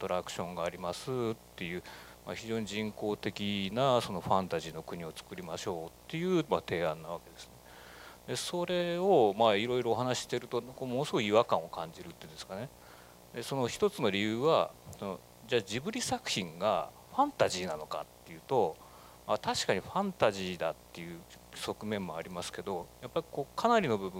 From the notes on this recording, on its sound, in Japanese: 愛知県「愛・地球博記念公園」で行われました『ジブリパーク』に関するメディア向け発表会の模様をお送りします。